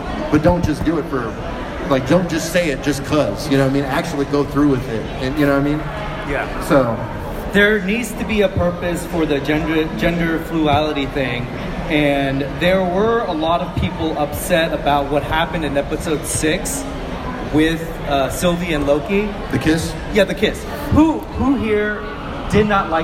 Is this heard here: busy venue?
yes